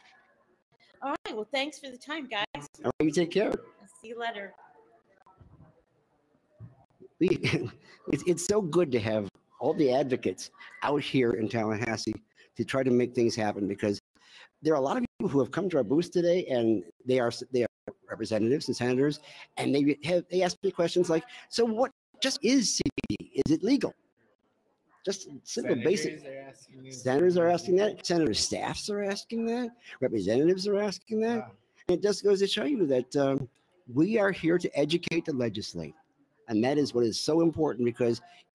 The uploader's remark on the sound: NORML Lobby Days Florida Capitol. WE ARE LIVE FROM THE CAPITOL!